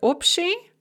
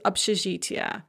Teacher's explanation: that b before the sh in opshi or obshizhitya is pronounced more like a p